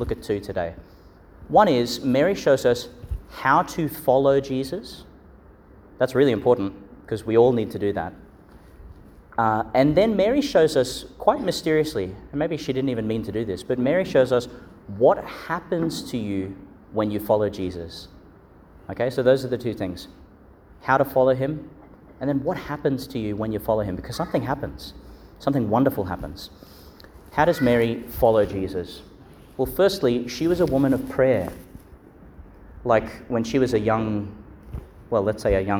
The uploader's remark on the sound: delivered in Our Lady Star of the Sea Church, Gladstone.